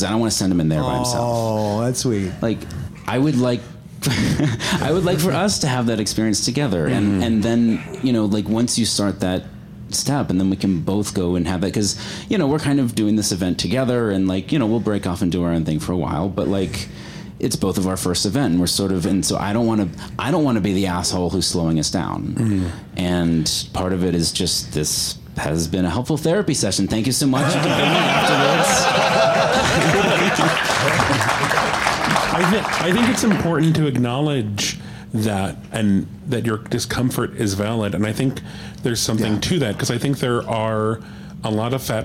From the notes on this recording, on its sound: Live At BiggerVegas!